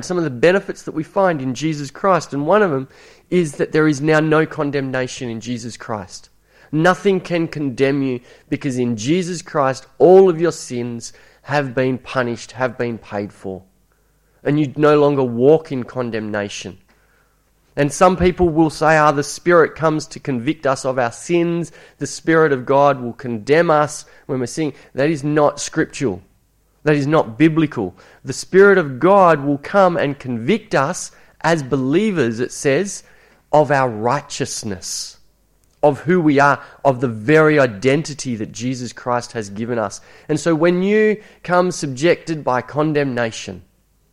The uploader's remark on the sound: It was preached at Esperance Church of Christ on a monthly basis.